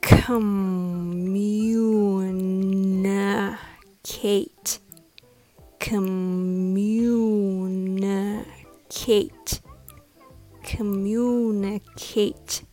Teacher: the stress is on mune so you can raise the pitch a little